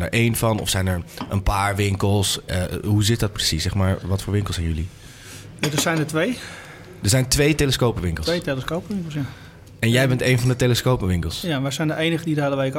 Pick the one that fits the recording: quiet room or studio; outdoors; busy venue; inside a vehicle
busy venue